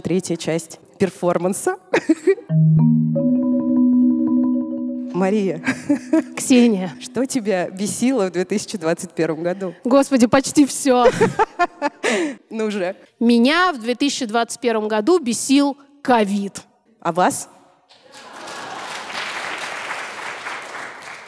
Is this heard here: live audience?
yes